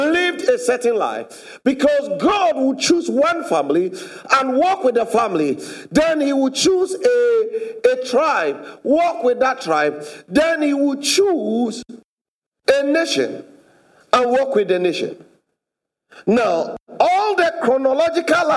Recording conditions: large echoing room